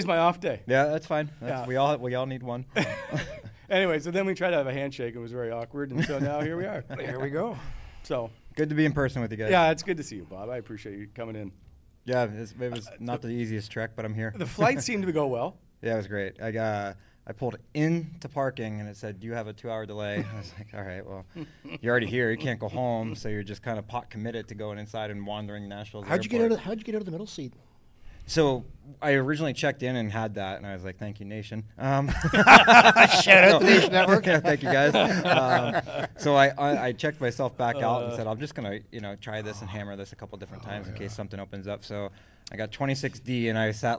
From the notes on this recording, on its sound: The boys are live from All-Star in Toronto!